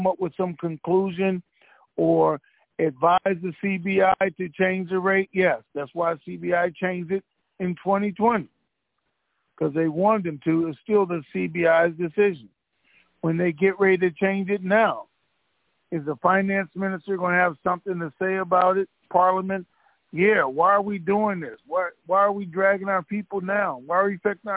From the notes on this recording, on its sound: Conference Call